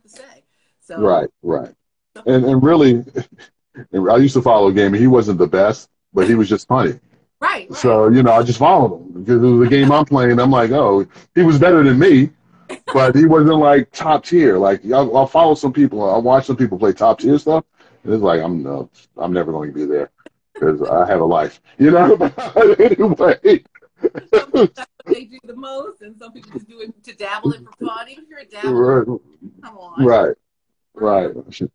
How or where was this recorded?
video call